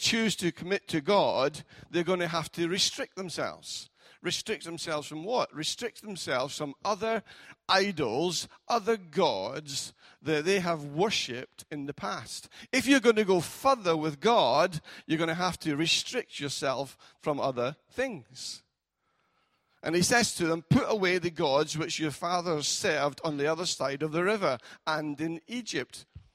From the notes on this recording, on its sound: Recorded at freedomcentre church, Preston on Sunday 1st July 2018